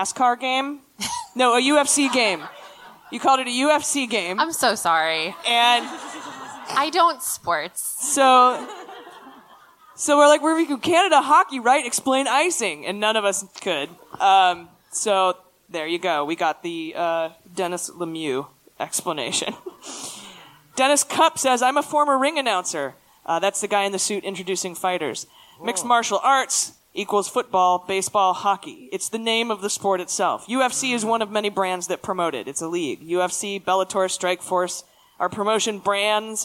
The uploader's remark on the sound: At our live show in Boston, MA.